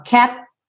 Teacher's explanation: você não vai fazer dois T's